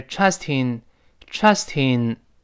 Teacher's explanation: 那么 trust 后面加 in，连读变成 trustin， trustin，这是自然的